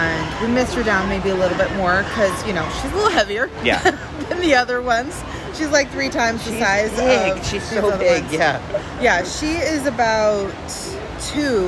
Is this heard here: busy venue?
yes